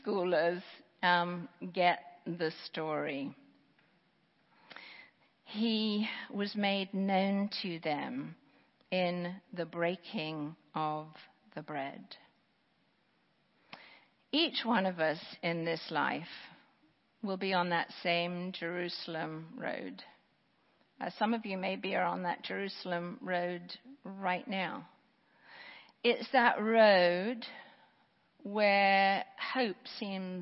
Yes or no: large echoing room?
yes